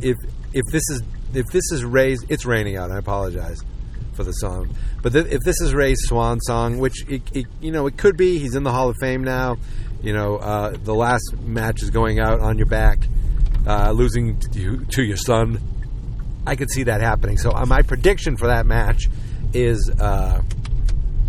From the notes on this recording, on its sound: just me talking in my car on the way to get some breakfast